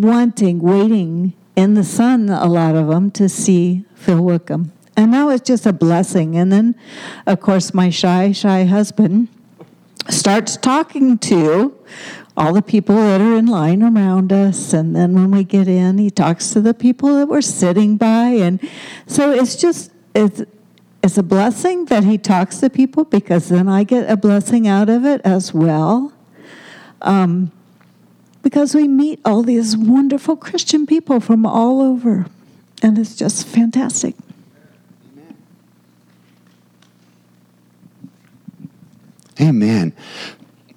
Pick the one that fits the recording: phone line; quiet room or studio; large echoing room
large echoing room